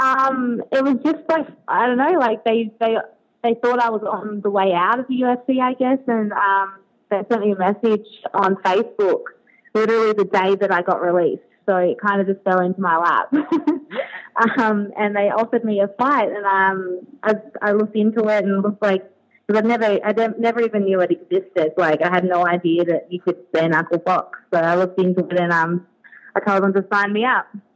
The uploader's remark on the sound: Call.